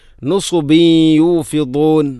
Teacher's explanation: സ്വാദ് ഉച്ചരിക്കുമ്പോൾ നാവിൻ്റെ മധ്യഭാഗം അണ്ണാക്കിലോട് ചേർന്ന് വരണം.